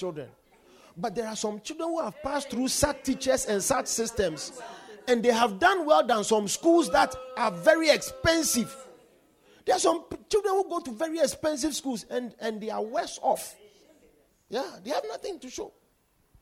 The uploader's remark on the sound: Preached At The Victory Secrets Service